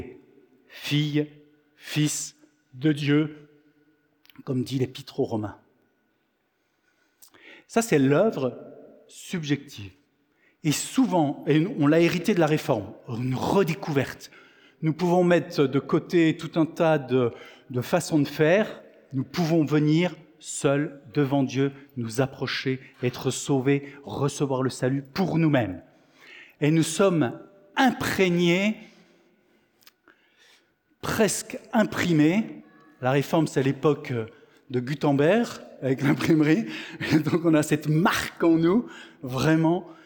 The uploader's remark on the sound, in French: Enregistré à l'église CVV, le 17/09/2023